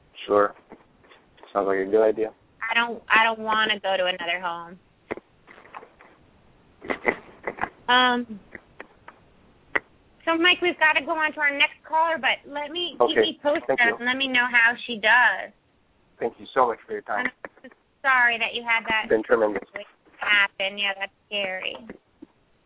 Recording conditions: phone line